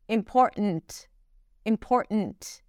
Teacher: It's not a held T when she pronounces it. It's just T.